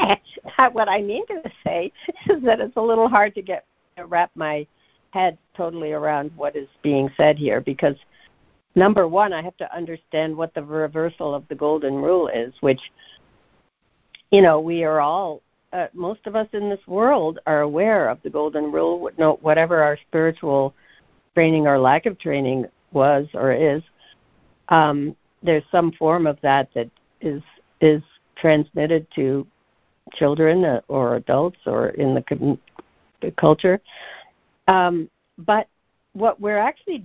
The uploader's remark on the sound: ACIM Daily Conference Call.